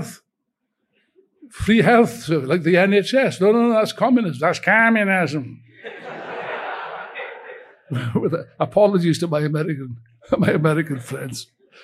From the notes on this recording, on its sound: taken from the opening rally of the recent Revolution Festival